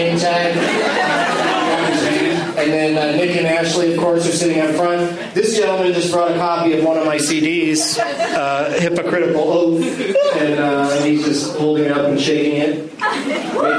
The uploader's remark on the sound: plays The Leonard Maltin Game against audience members at Helium Comedy Club in Philadelphia, PA.